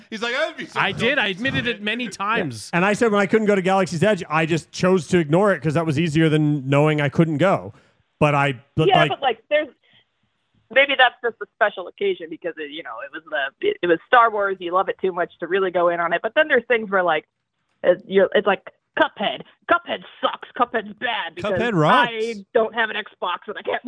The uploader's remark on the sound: We get some special call ins. TECHNICAL DIFFICULTIES!